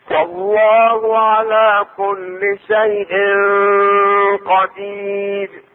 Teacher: كل شيء شيء الشاهد هنا شيء قدير اخفاء التنوين مع القاف